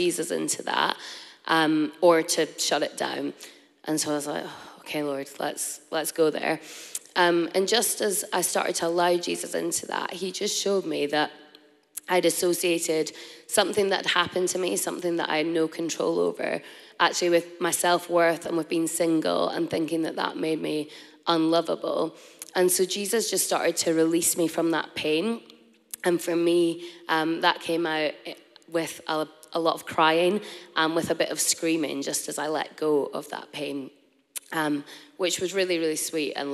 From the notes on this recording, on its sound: Recorded live in Stafford at Dreaming the Impossible 2023.